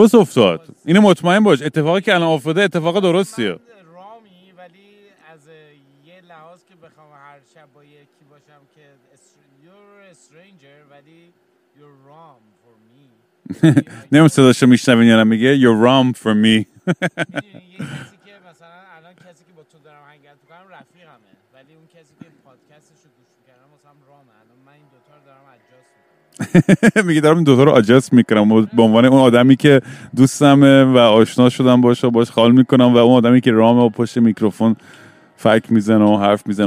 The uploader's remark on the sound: I was drunk and stoned under the stars and was rambling with my friend when I thought to myself, why don't I record said ramblings.